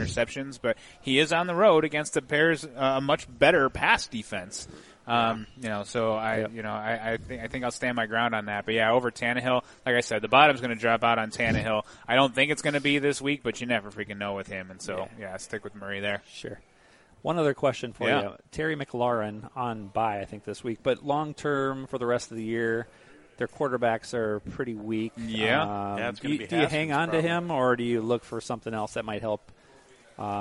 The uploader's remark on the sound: The show’s live studio audience crept steadily towards double digits as well. Feeding off the frenzied energy supplied by dueling fan club bases.